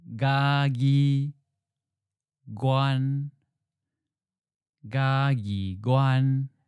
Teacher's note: when gi in Gagi is followed by the word for city or county, it changes tone since it is no longer the final syllable.